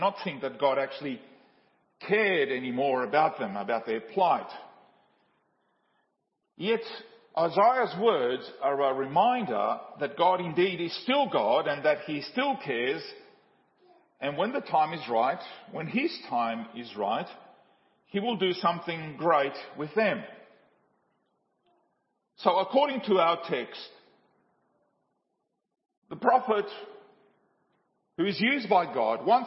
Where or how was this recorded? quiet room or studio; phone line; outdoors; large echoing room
large echoing room